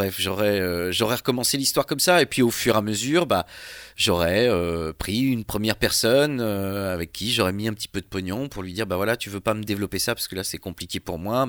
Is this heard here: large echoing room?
no